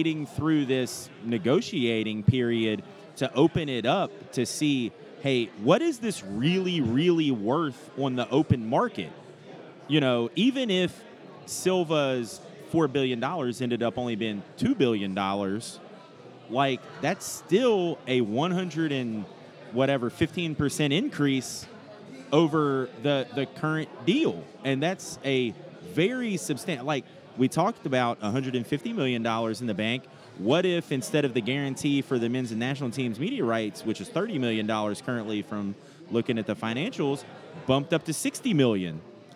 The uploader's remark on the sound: Live at the Bar of the US Soccer AGM